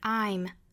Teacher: and I'm gonna find a silver lining.好，首先我们来做英音的语音讲解。I'm 这个 I 加上一个撇 M 其实就是 I am 的一个缩约形式，我们一定要注意啊，不要读成了 M，应该是 I'm 双元音